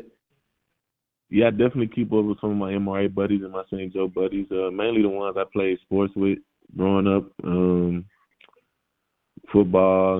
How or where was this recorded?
phone line